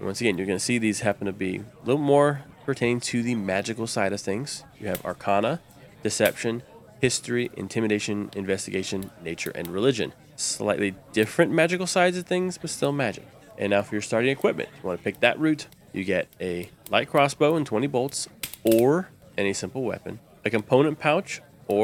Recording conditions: sounds in the background